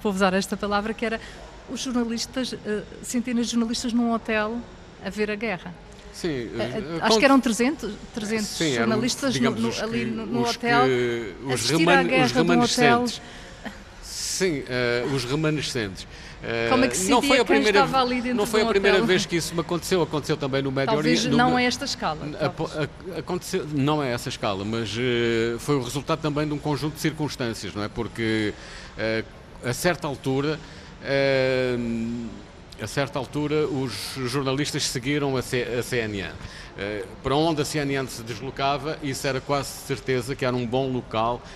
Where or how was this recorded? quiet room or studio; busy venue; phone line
busy venue